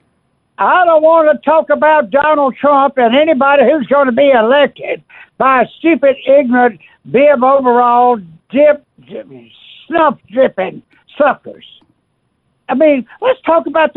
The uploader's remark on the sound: Taking more of your phone calls.